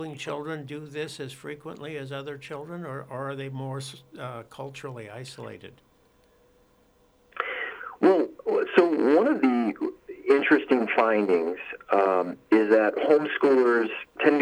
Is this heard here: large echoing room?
no